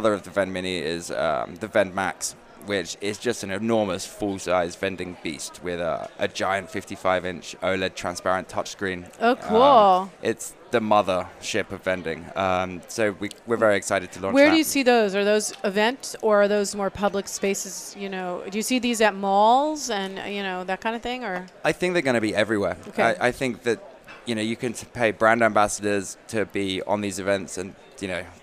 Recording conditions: busy venue